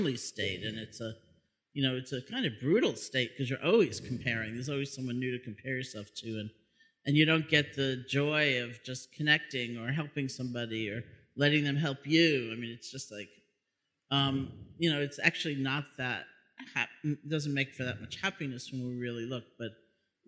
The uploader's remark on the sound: Recorded live in December 2016 at the Open Your Heart in Paradise Retreat in Maui, HI.